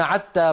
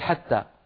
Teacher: المظاهر اللهجية التي كانت في زمن النبوة لم يسمح بها، يعني بعض القبائل يقولون عتى بدل حتى · Shown in: first take